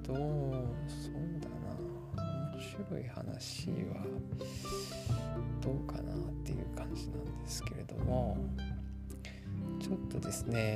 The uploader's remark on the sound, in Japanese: 電子ノイズが入っておりますが、、、ご了承ください！